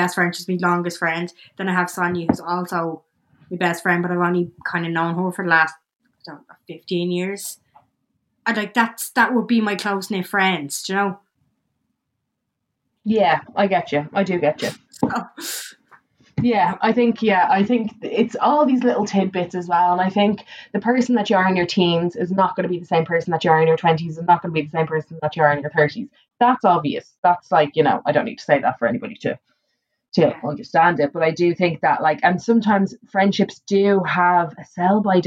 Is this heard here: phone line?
no